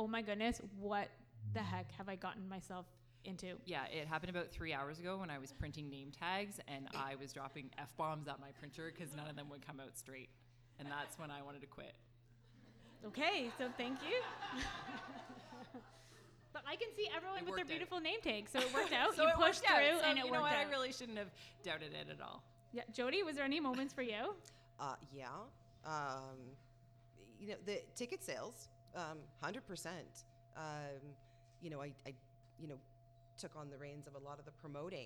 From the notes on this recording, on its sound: LIVE Episode. It is our first LIVE podcast recording.